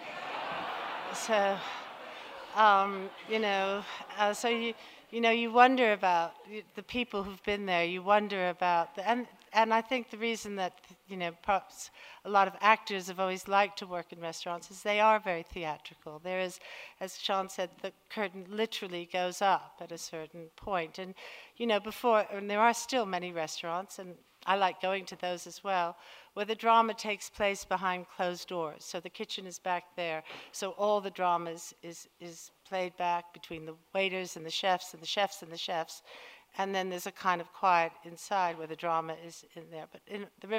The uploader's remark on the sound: Recorded at 5x15 in November 2017. There are only two rules - no scripts and only 15 minutes each.